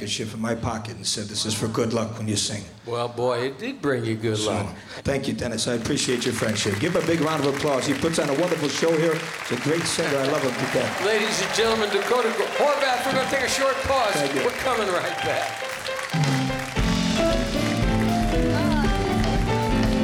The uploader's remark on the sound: Live at the South Point Casino